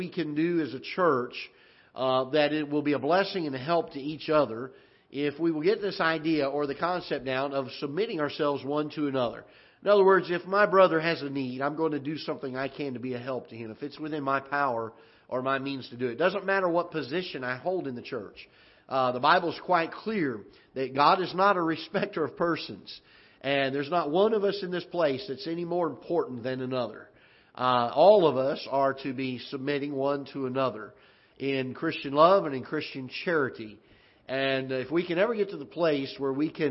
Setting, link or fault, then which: setting, large echoing room